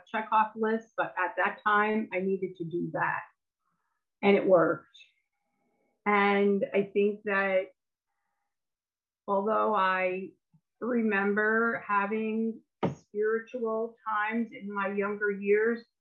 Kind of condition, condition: link, video call